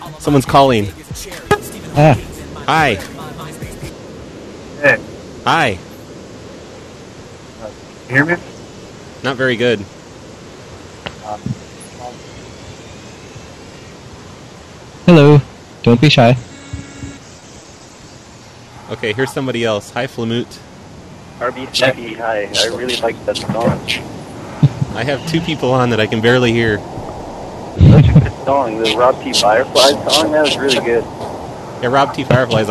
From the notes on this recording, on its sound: Prank Phone Calls